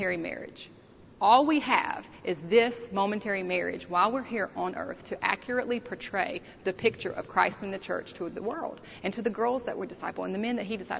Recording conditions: busy venue